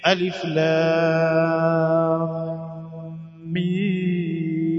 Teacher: Idgham ni kuingiza herufi ndani ya herufi, na kwamba idgham hii imekuja kwamba herufi ya mim inaingizwa ndani ya mim nyingine kama ile, kwa nasema ni idgham mutamathilaini, yani ni herufi mbili zilizofanana ikawa moja imeingizwa katika nyingine.